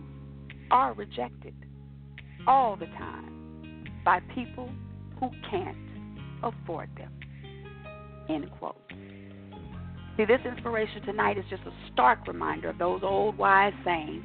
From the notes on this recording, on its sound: Your phone calls.